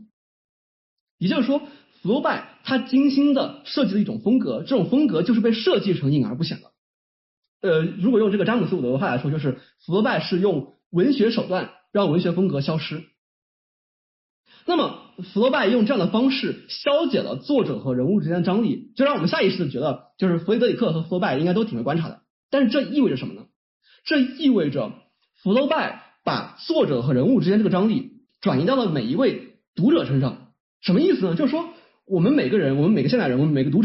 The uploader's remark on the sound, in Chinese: 这是一次线上讲座的录音（不包含提问交流部分）